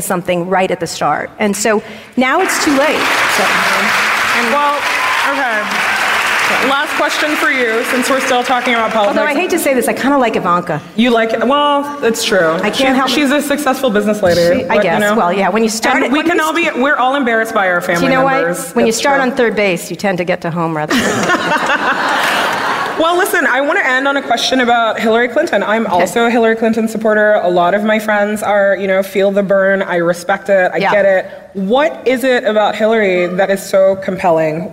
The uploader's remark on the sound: From our live show in DC.